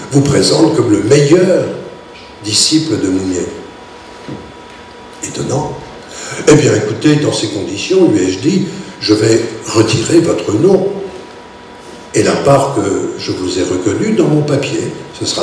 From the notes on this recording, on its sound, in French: Echanges avec le public.